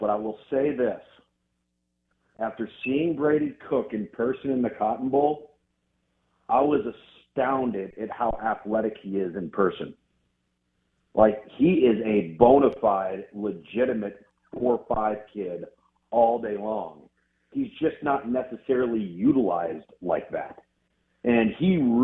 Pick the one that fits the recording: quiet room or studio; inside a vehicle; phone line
phone line